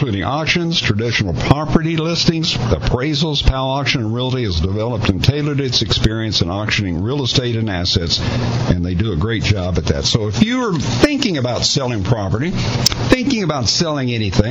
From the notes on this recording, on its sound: LIVE from Daytona International Speedway!